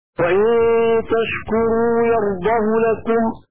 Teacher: ضم الهاء بدون واو الصلة